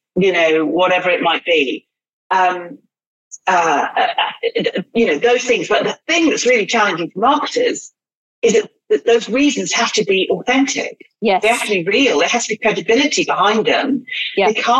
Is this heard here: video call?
yes